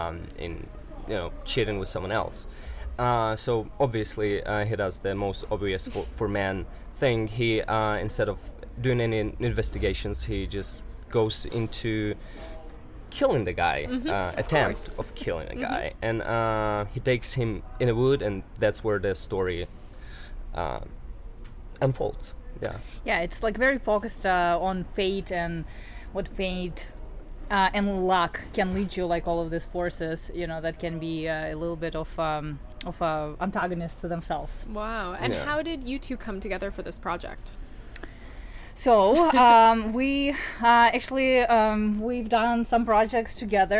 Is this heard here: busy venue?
yes